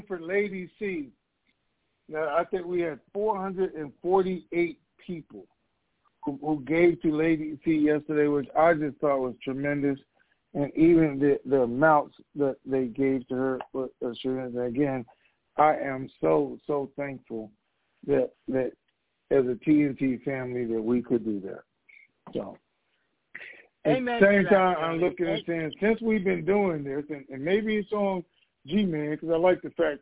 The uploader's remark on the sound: TNTSuperfantastic Conference Call.